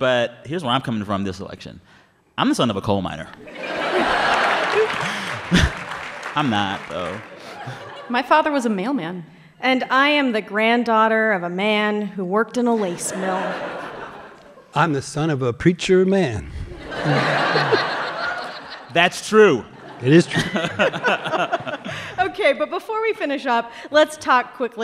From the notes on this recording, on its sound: This episode was recorded in front of a live audience in Chicago. As part of a show the NPR Politics team produced in partnership with member station WBEZ.